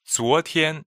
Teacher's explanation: 昨 is second tone and 天 is first tone.